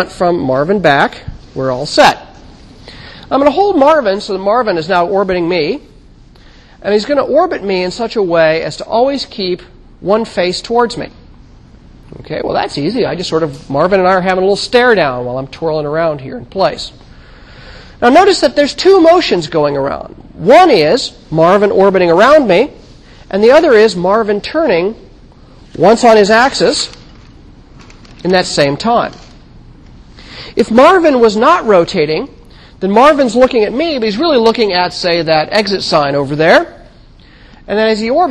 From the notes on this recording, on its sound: Recorded 2007 Sep 28 in 1000 McPherson Lab on the Columbus campus of The Ohio State University.